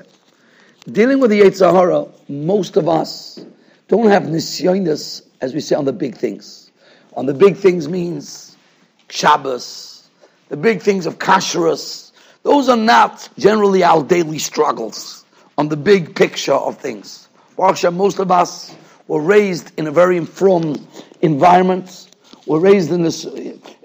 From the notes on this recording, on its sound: Shiur recorded in Yeshivas Ohr Reuven, Monsey, NY. Shiur given to Mesivta.